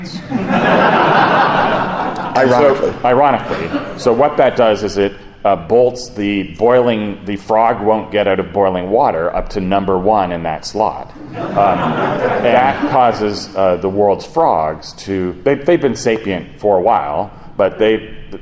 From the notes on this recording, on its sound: A live show at Gen Con.